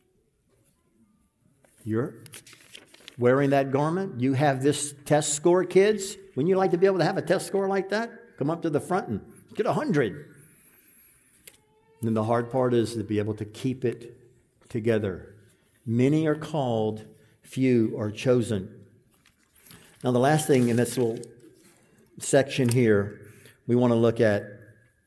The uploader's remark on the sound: This sermon was preached at the 2023 Fellowship Conference